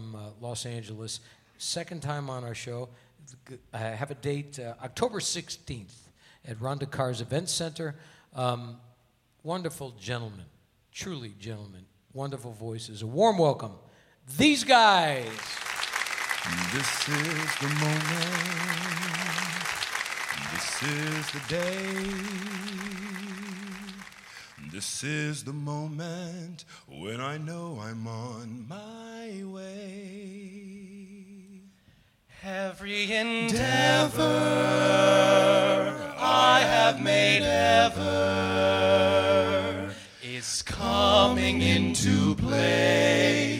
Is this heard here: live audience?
yes